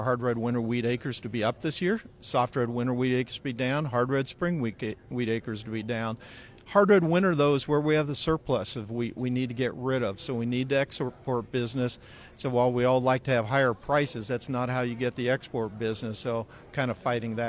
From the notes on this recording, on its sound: Our conversation taking place during the Water Street EDGE conference in Tucson Arizona.